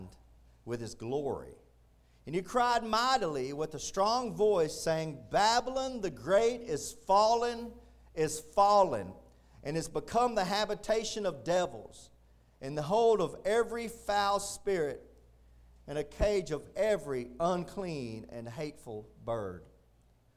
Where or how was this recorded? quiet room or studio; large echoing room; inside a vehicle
large echoing room